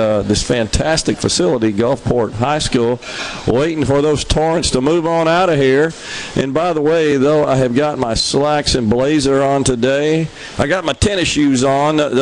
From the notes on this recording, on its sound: MidDays is LIVE from Gulfport High School